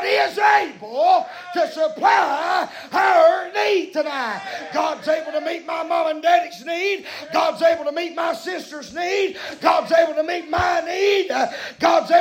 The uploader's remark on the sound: preaching live from Still Water Baptist Church